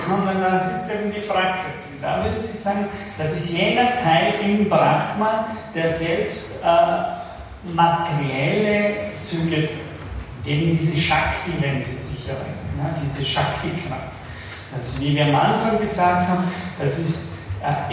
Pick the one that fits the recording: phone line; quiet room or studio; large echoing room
large echoing room